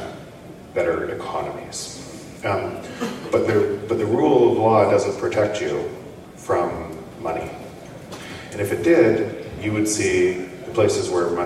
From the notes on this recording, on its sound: BitBlockBoom 2022 - Austin TX. Session from the 2022 BitBlockBoom Conference in Austin, Texas.